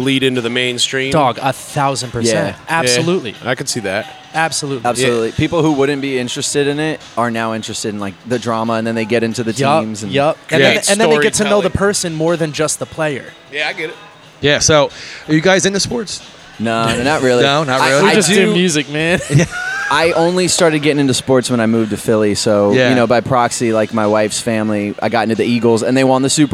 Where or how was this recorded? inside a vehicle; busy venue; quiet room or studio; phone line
busy venue